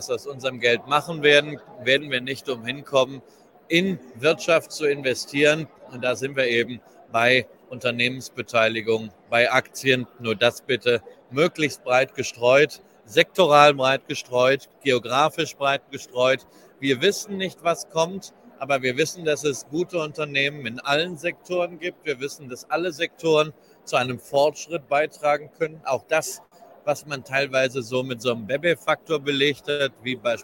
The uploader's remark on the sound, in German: Der Experte live auf der Invest in Stuttgart.